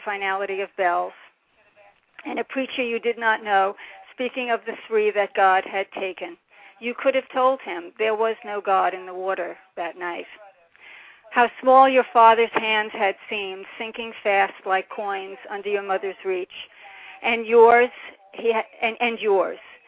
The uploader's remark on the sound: This special PSH Live event. Several of the top 10 scoring poets were listening and called in to read their poems including first and third place! Live dramatic drum rolls over the phone as well.